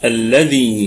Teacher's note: الذاء المكسورة اتصلت الكسرة بالياء فأصبح فيها مد طبيعي وصلا ووقفا